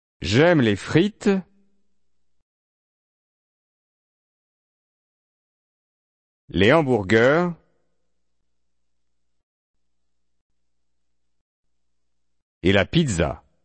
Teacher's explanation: In French, your voice rises at the end of each group of words within a statement and falls at the end of a statement. · Term: intonation